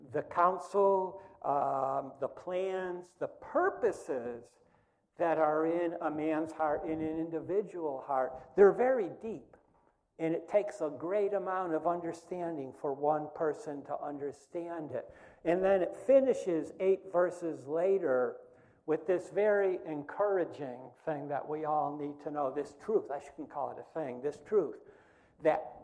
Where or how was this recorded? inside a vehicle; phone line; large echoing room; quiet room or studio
large echoing room